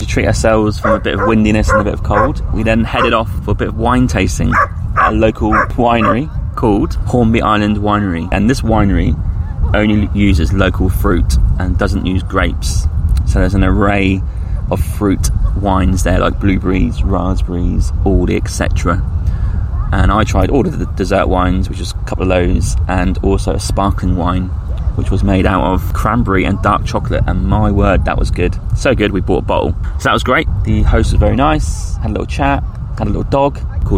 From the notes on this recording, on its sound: Last weekend's trip to Hornby Island which is known as the 'Hawaii' of British Columbia in Canada. Idyllic waves and dogs in the background of the recording. This was recorded on the morning of our last day on Whaling Station Bay Beach.